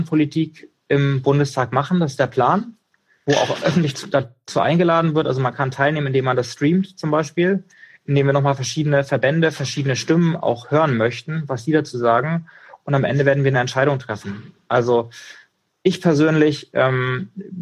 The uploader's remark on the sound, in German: In einem Instagram Live